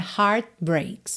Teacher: De novo, você não escutou o T de heart, né? Heart breaks.